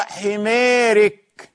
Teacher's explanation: طبعا الراء ترقق تبعا للإمالة، يعني له الفتح وله الإمالة، لكن الغير ما يجر من المحراب.